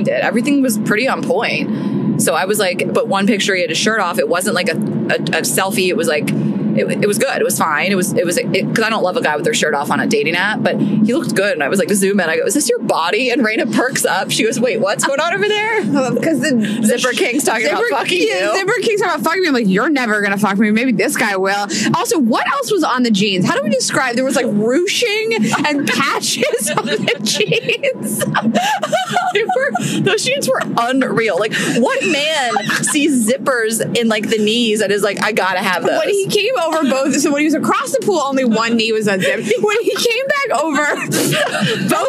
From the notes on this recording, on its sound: episode recorded from the car